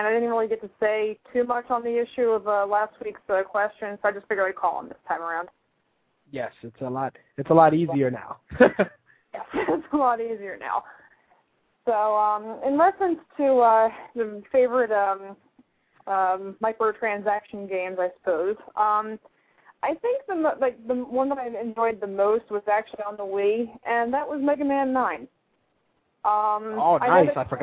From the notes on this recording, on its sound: Call in guest